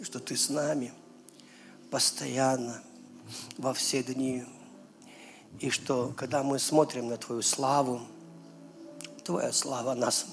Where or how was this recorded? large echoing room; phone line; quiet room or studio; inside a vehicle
large echoing room